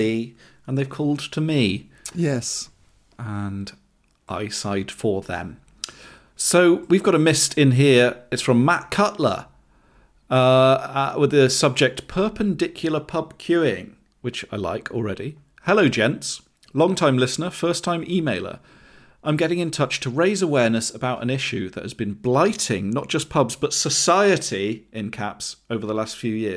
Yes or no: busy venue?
no